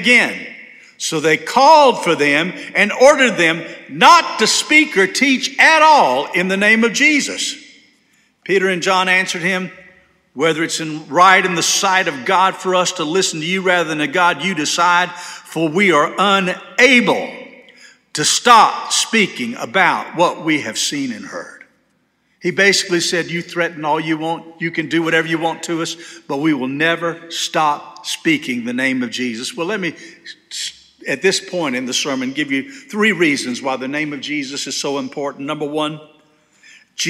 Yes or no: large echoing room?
yes